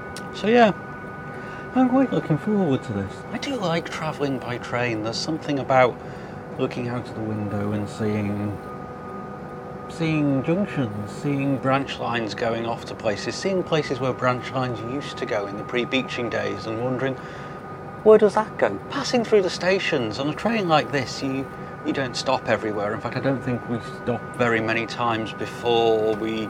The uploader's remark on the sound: This episode was recorded at home in London, on a train and in a few other places. I had to do a few re-takes back at home in London due to the sound quality of my mobile recording kit. The bits recorded out and about. All the background noises you hear are genuine rather than post production effects.